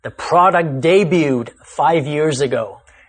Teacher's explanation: Again, the T is silent, so you should read it as if the T is not there.